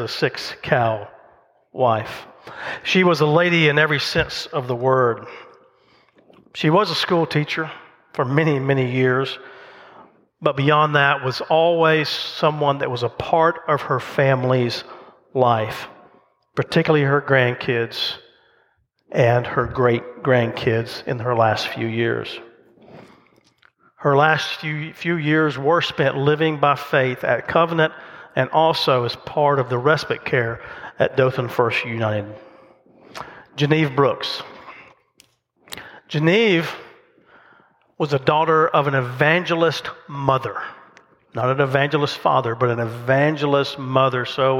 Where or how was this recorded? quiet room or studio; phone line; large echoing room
large echoing room